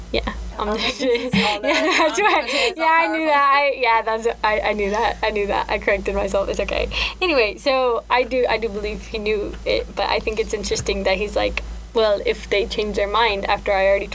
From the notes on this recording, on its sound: apologies for the weird fuzzy sound